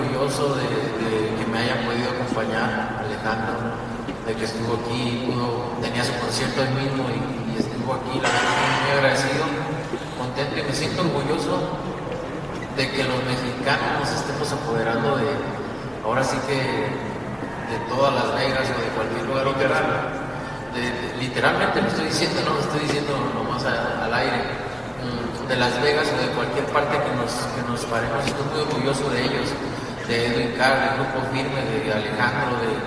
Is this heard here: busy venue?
yes